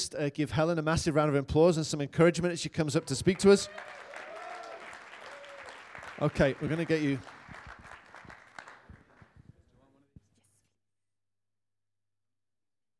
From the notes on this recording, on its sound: Audio session recordings from the recent Advance Africa Leadership Conference, which took place in JHB, South Africa in July/August 2023.